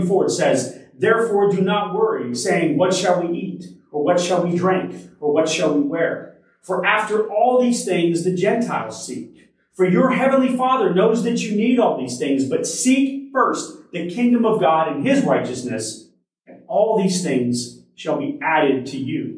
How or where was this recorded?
large echoing room